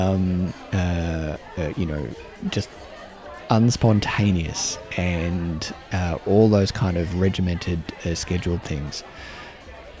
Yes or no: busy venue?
yes